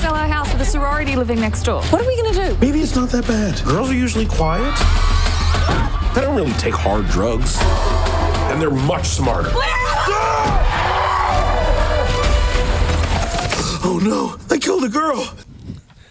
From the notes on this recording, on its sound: Live From Whedonopolis. The all-things-Joss-Whedon fan convention in Los Angeles.